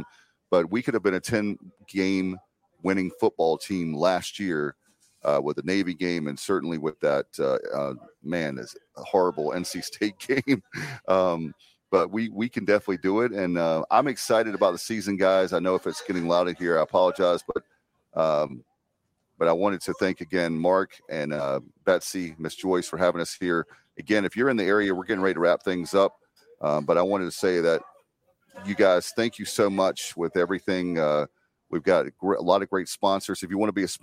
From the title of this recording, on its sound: LIVE FROM PORKY'S BACKYARD BBQ